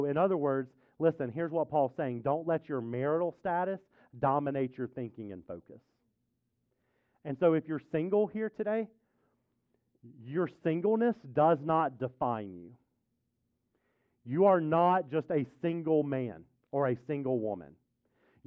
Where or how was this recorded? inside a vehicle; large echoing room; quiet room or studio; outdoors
large echoing room